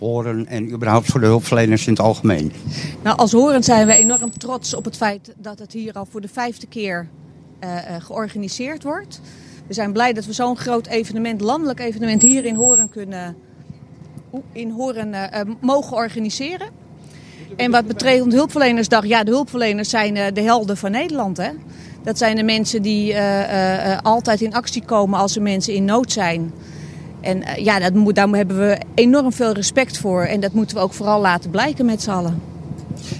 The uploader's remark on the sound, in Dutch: Live Op De Hulpverlenersdag 30 September 2018